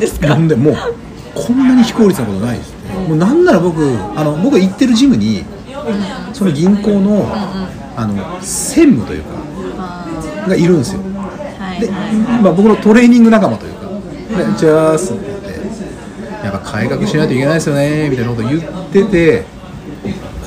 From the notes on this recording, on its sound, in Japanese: 約束の地「居酒屋」での収録です。